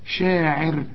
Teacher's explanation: شوف الراء هنا مرققة إزاي عند الوصل وعند الوقف